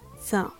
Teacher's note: the first syllable, mech, is stressed. The e here has a short e sound, as in the word bed.